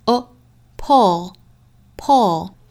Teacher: P-U-L-L 里面的这个元音呢，它其实是一个短音松口的 o 的发音